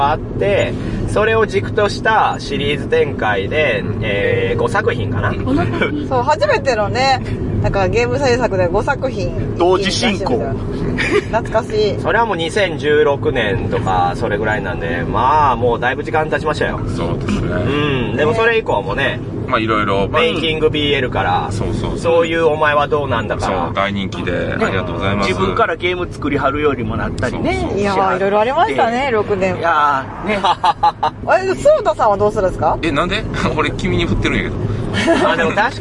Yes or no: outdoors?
yes